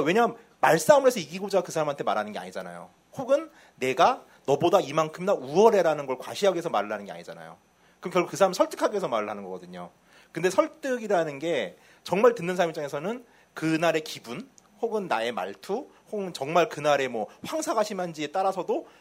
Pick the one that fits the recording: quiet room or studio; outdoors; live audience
live audience